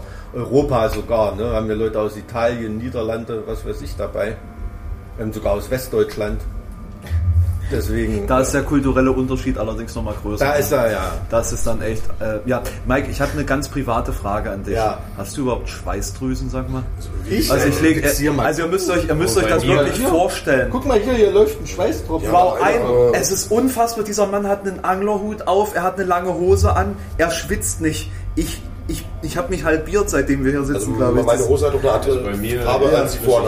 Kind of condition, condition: setting, busy venue